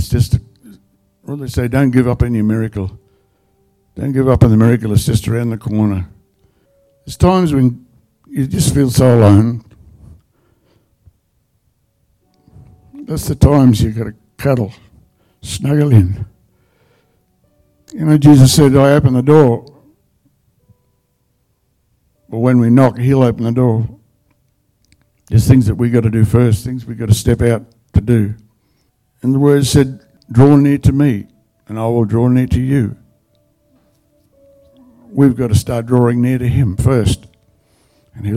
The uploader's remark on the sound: The live stream of Destiny Church Atherton.